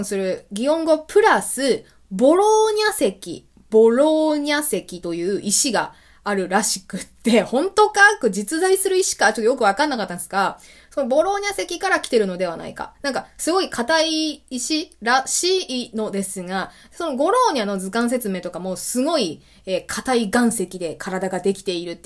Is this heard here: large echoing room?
no